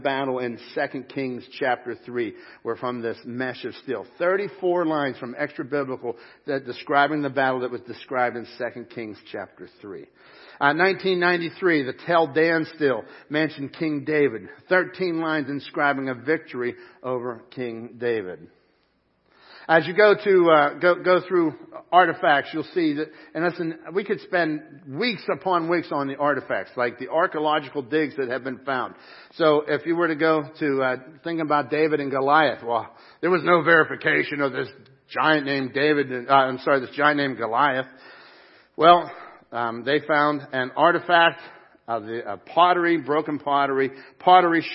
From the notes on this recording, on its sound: Crossroad Ministries Live Service